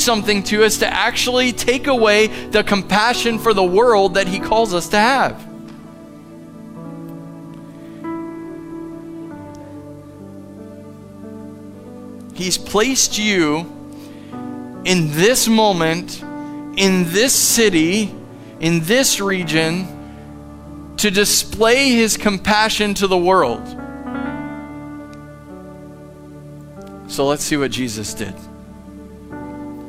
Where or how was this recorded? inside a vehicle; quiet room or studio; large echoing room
large echoing room